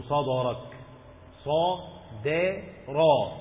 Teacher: الصاد مفخمة، الدال مرققة، الراء مفخمة